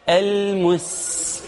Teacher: شال السين وحط الصاد وأصبحت المص، نقول له لا لا لا لا، رجع بقى الحرف الأصله وخليه سين مرققة